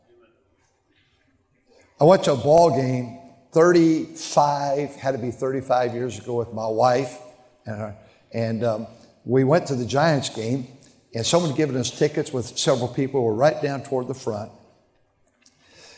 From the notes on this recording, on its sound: during the Wednesday Morning service of the 40th Annual National Youth Conference in Santa Clara, California